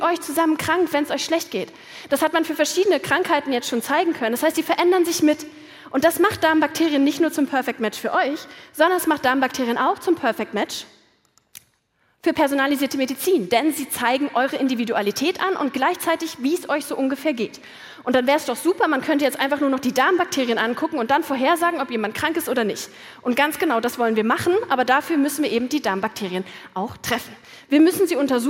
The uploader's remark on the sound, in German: Hört hier ihren Vortrag vom Meisterschaftsabendvon der großen Bühne.